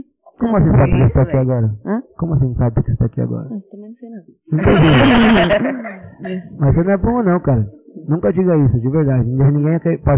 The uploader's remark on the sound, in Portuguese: City Jaraguá, São Paulo, SP. Episódio piloto, ainda com alguns problemas na captação de áudio, onde apresentamos quem somos. Na EMEF Dr.